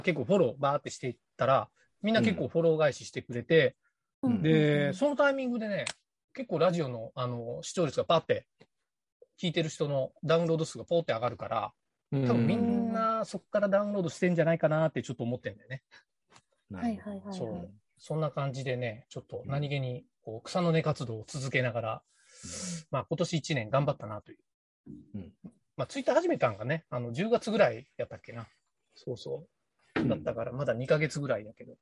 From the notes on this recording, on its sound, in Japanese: 年末の忘年会をzoomで行った模様をお届けします